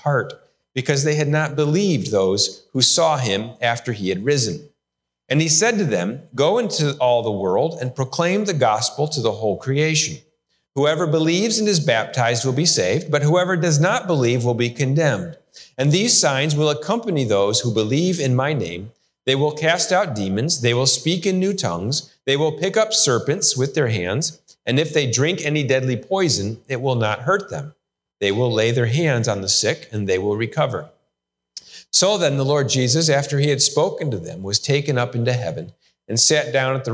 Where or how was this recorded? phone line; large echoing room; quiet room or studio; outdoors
large echoing room